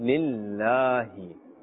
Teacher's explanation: Because that lam of Ism Jalalat, of this blessed name of Allah Azza wa Jal, has a kasra, therefore we are pronouncing it with a flatter sound. · Term: flat sound